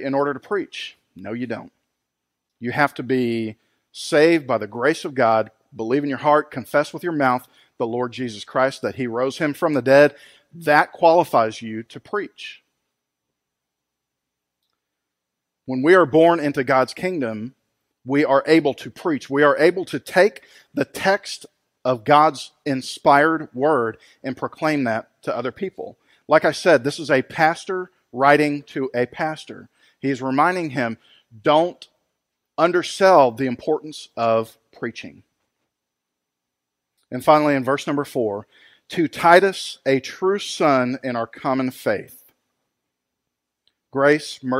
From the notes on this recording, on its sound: Recorded live at Freedom Fellowship church in Tontitown, Arkansas on Sunday, October 11, 2020.